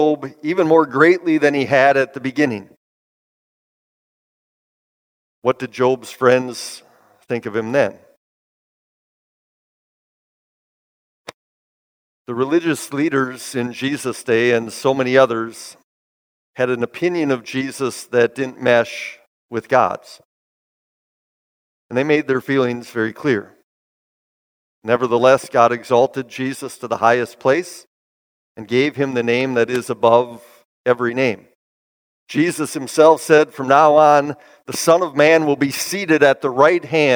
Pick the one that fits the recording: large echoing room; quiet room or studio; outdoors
large echoing room